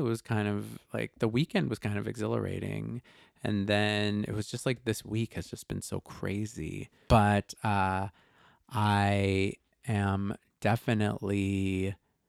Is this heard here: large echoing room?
no